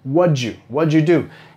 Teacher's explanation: cuando tenemos una D seguido por Y, vamos a vincular los sonidos y meter un sonido a J